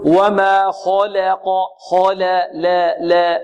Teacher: يبالغ في ترقيق اللام حتى تقلل الفتحة